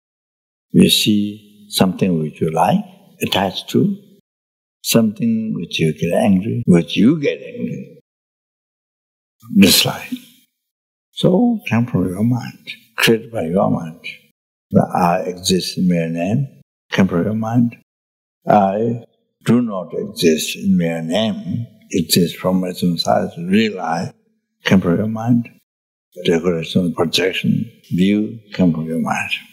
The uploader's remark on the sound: The teaching for this episode was recorded on May 10, 2018, at Great Stupa Of Universal Compassion, Australia.